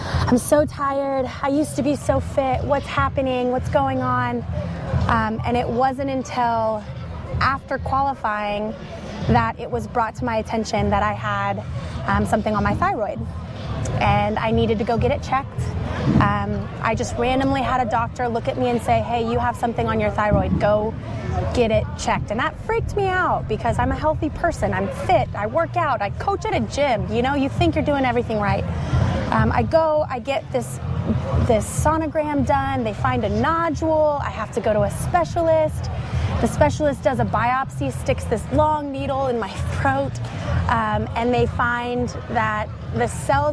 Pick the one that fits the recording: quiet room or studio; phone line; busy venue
busy venue